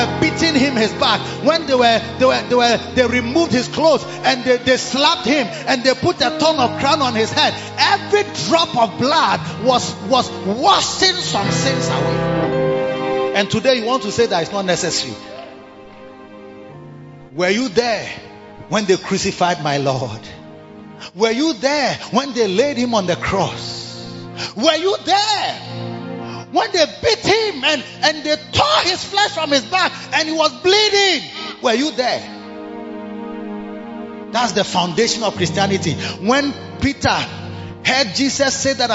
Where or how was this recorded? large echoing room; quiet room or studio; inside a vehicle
large echoing room